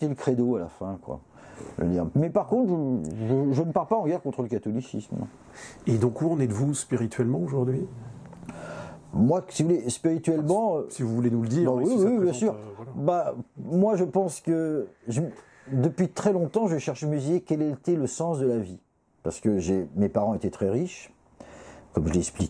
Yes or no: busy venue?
no